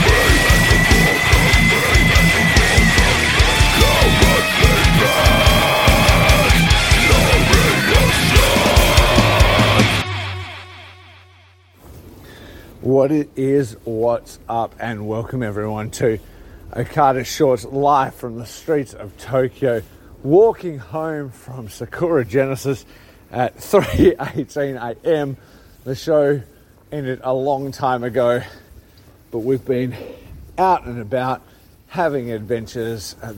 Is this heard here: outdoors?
yes